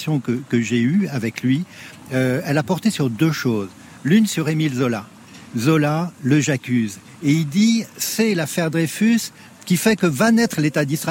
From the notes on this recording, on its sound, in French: Édition spéciale en direct de la Place Vendôme pour l'hommage national à Robert Badinter.